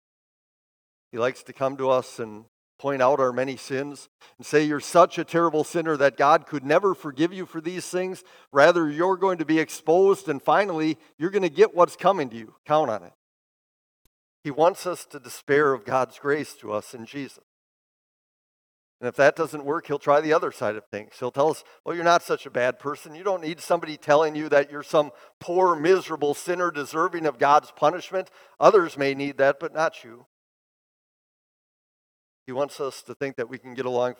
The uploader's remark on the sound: Preached this sermon at Bethany's Sunday worship on May 14, 2023. Bethany, Appleton, WI.